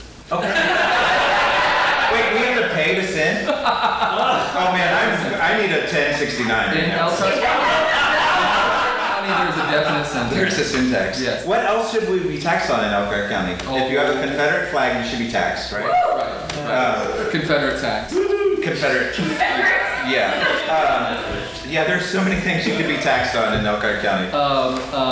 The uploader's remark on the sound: The Midwest Examiner LIVE! Presented by GoProv at The Art House in Goshen, Indiana USA. This is the first performance of The Midwest Examiner in front of a live audience!